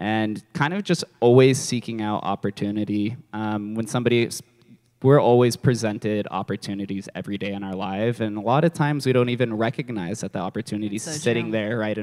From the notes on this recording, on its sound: a LIVE interview done at May’s Love Your Self Expression event